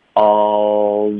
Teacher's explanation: 在这一个情况要碰上齿，这样你方便连发到 though 的这个 z 音